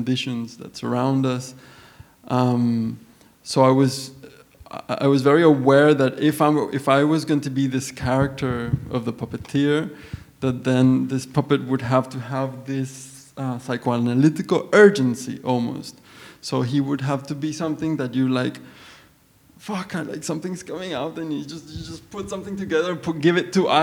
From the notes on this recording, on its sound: recorded live Upstairs at Bergen Kunsthall Sunday May 21st 2017